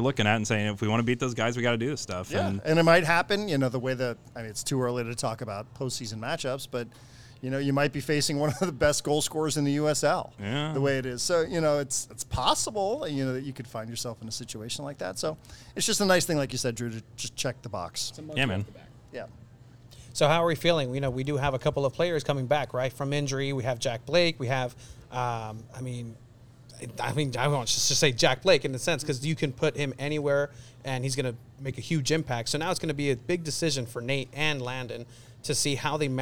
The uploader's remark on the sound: Live from Stone Brewing